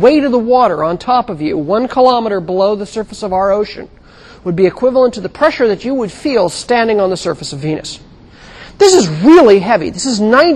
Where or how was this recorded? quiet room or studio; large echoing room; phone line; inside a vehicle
large echoing room